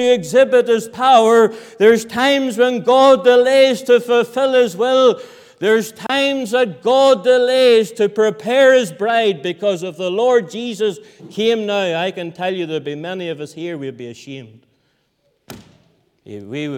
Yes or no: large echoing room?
yes